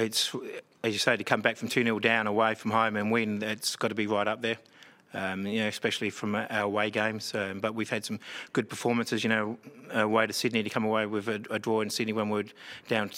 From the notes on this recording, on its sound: Post-match press conference. Following his side's 3-2 win against Western united in Round 16 of the Isuzu UTE A-League 2022/23 season.